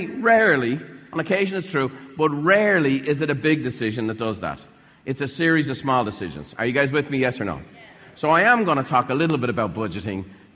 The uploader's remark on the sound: In this episode, recorded live at a Buffini & Company event.